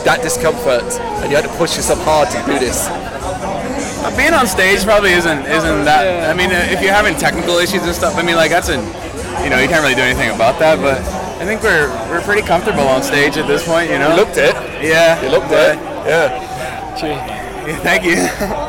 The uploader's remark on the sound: Bloodstock 2023 Interviews